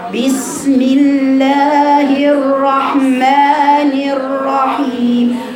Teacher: وإياك تضم شفايفك في الراء، إياك تقول بسم الله الرحمن، تعملي إشمام في الراء خطأ